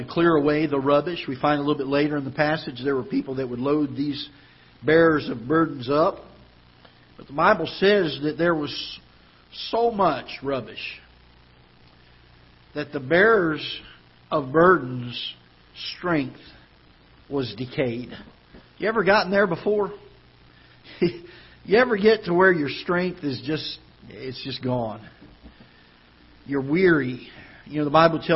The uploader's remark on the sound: Ketha Heights Baptist Church ~ Live Broadcast